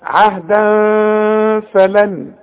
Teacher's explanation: والفه من حروف الاخفاء اخفي وغن